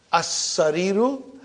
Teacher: And in As Sariru, I only pronounce Hamza. And I did not pronounce the Lam.